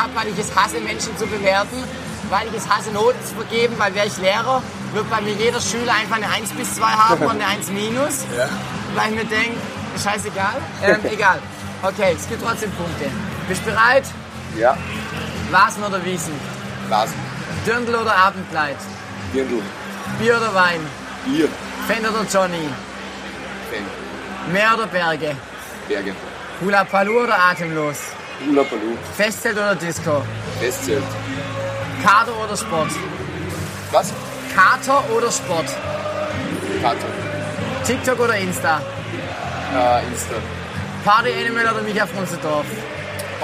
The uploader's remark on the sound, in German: Live vom Canstatter Wasen.